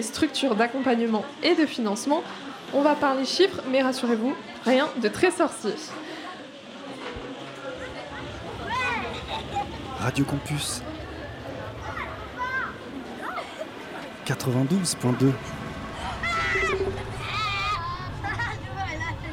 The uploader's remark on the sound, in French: En direct du café de l'Atheneum, centre culturel de l'Université de Bourgogne, Radio Dijon Campus a proposé une émission spéciale à l'occasion de la Semaine CREATIV'.